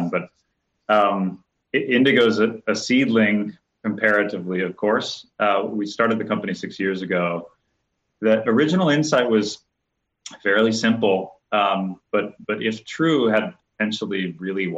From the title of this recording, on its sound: Live from the FOOD IS HEALTH Digital Forum